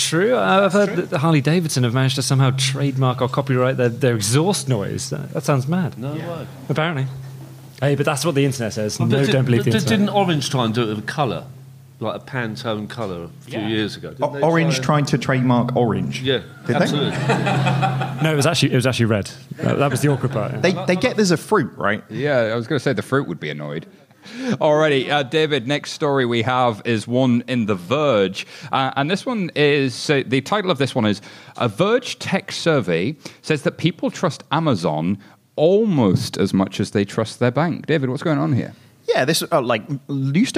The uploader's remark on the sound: It's a Halloween-themed show recorded in front of a live studio audience at our home in WeWork, London. No live recording is complete without a good feature, so we have a bit of audience participation.